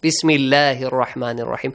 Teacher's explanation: So the letter lam is pronounced lightly. Lightly, like a la sound.